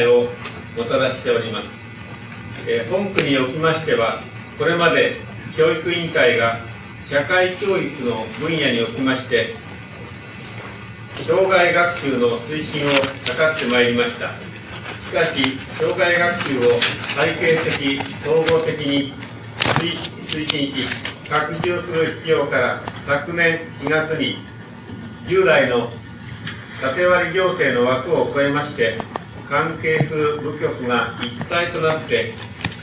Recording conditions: background noise